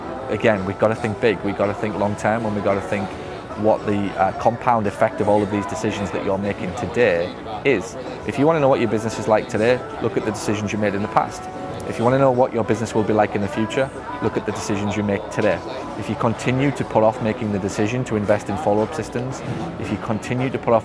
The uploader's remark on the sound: this one is filmed on location at Seaport Village, “San Diego”.